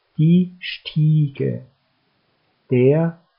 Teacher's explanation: For words with an IE in it, you pronounce the I stretchedly and not the E. It's mute.